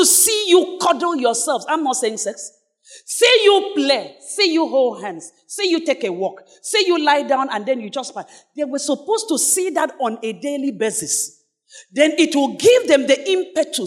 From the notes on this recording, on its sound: Sermon preached at CBC Shiashie Campus